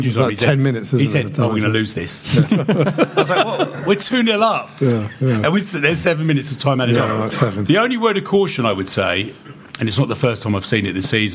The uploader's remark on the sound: In a live audience recording